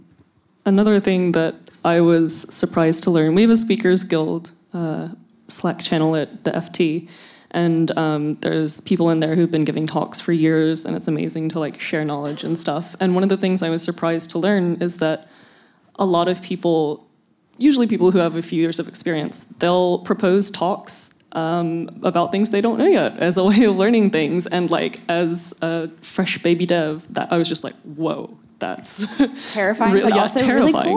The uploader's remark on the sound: LIVE at ReactJS Girls. A live show at ReactJS Girls with a panel of 3 amazing women.